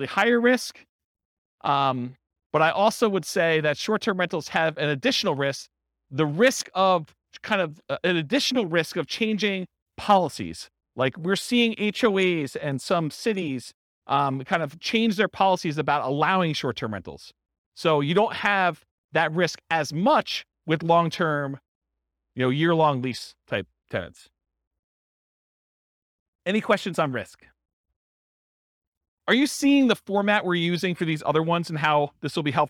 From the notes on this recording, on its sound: This was a live class recorded.